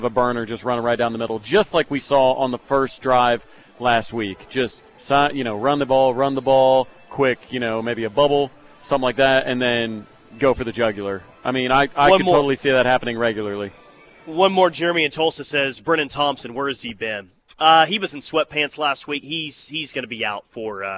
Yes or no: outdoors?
yes